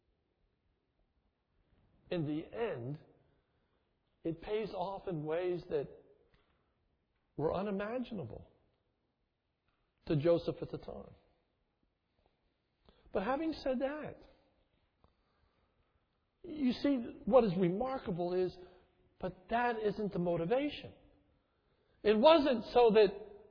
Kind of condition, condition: setting, large echoing room